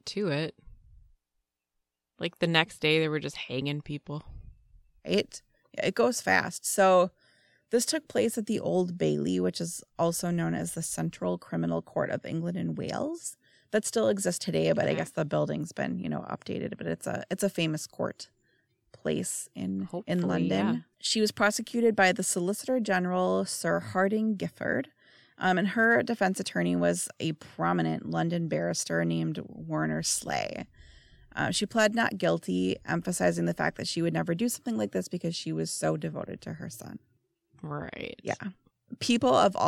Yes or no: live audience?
no